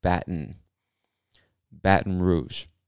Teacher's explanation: most of us don't really pronounce the T in Baton, so we say Baton.